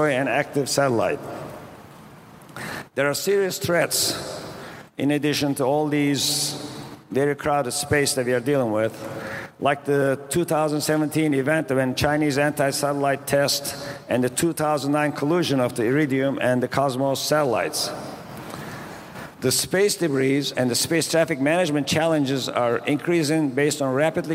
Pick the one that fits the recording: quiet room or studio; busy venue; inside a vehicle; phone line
busy venue